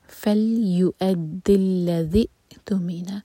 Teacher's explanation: ज़ाल को जब हमज़ा से जुड़ें आगे तो क़लक़ला ना हो, सांस की रुकने की आवाज़ आनी चाहिए, हवा के रुकने की आवाज़ आनी चाहिए, लेकिन झटका नहीं आना चाहिए।